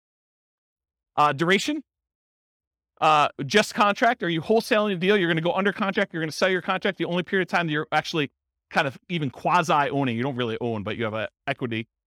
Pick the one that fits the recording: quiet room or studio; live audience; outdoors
live audience